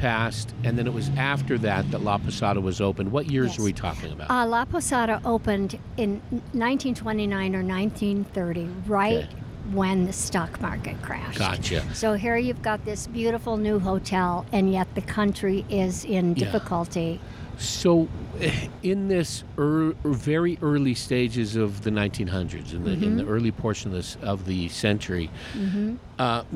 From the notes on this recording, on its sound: Today’s show was recorded at Torme , in Prescott, AZ. Today’s show was recorded at Torme , in Prescott, AZ.